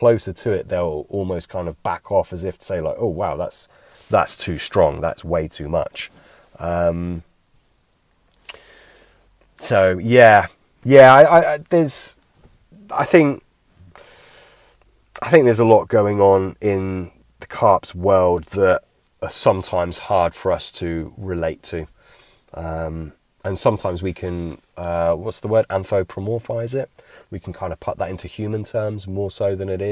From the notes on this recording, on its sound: A bank-side Q&A.